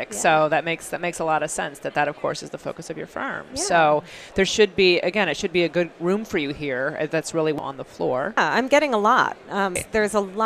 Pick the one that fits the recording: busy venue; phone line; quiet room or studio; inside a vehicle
busy venue